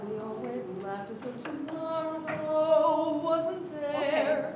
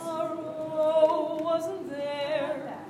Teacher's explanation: It'd be okay if we can flick the R and emphasize the O.